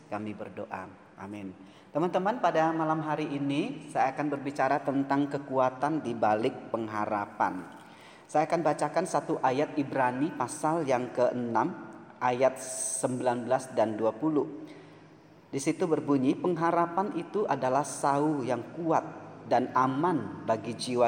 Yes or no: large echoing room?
yes